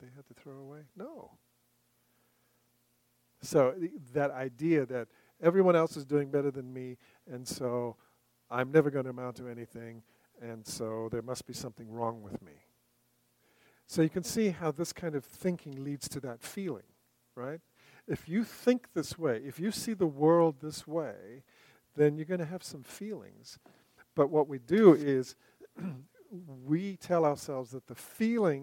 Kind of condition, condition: setting, large echoing room